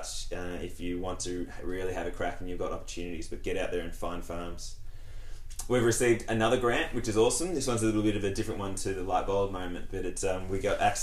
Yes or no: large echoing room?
no